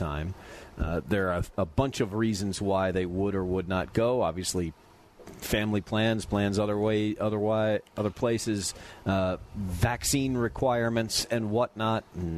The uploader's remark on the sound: live from Fairway Social!